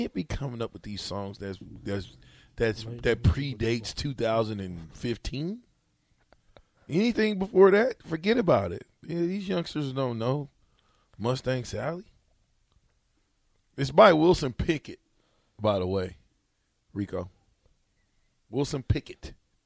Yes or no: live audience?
no